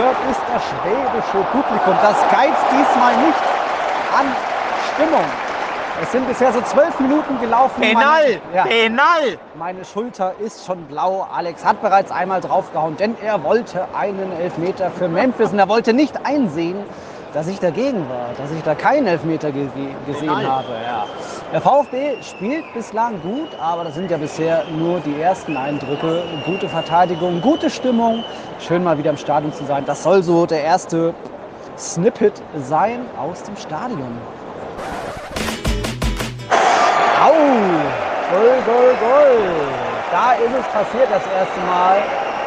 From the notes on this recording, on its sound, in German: Zu Barcelonas Testspiel in Stuttgart. Live-Eindrücke aus dem Stadion, aber auch vom Tag danach.